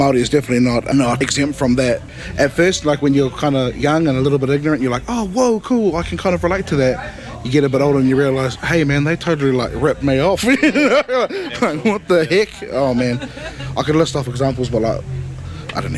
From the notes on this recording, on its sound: We have a little audio documentary capturing the sounds, sights, tastes and people of WOMAD 2023